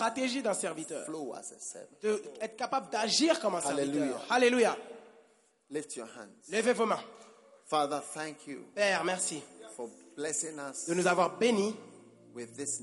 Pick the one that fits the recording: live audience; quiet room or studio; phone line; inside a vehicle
live audience